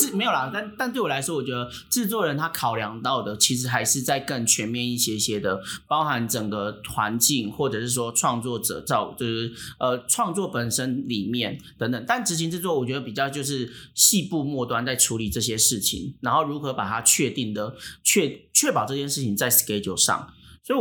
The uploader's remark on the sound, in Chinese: 這集因為現場設備的問題，大家聽起來會有一些神秘空間的感覺